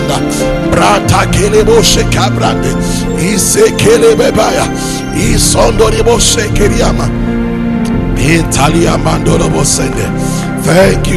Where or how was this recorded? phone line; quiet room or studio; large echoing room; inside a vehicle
large echoing room